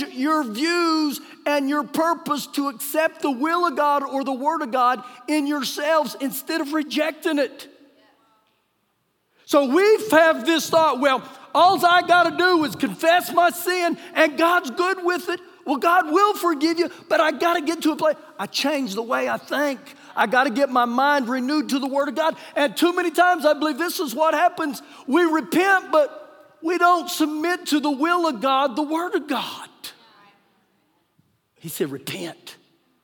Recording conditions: large echoing room